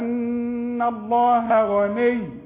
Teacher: الهاء مرققة، اللام تخينة، الغين تخينة، الهاء مرققة